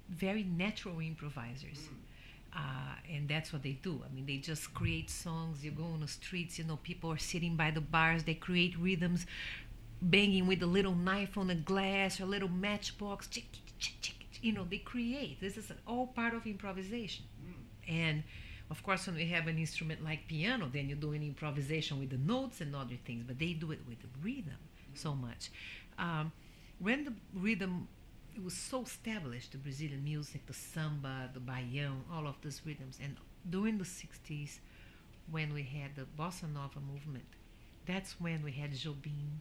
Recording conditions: background noise